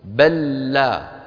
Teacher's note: بل لا التقى فيها لامان، لام بل ولام لا، بل لا. واللامان طبعا متماثلان، والأول منهما ساكن فوجب الإدغام